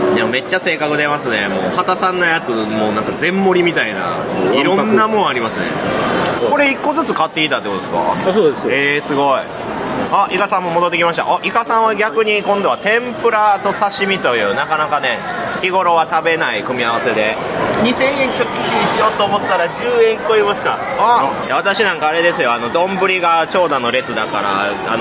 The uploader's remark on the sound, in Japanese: 一部、屋外での収録のため、騒音雑音が入っております。